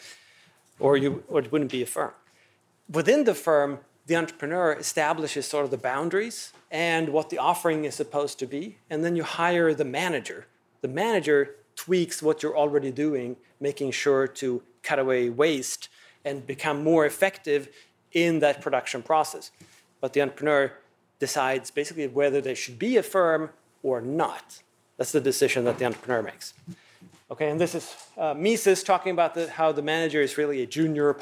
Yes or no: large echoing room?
yes